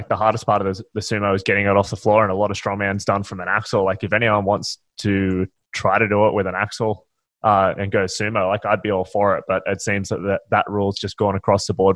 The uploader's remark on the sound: We got the Newstrength Crew back together to do a podcast episode answering listener questions over zoom.